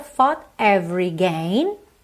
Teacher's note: percebe que eu fechei no T, consoante oclusiva